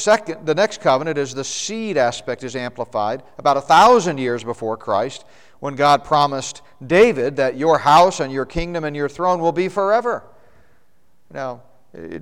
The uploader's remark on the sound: The Prophecy Conference at Northstar Family Church in Flowery Branch, GA.